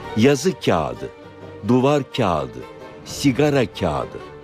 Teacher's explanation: yumuşak G'yi söylemek yerine kendisinden önceki A sesini bir ölçü uzatarak yağış şeklinde söylüyoruz. Bir benzerini de kağıt derken görüyoruz.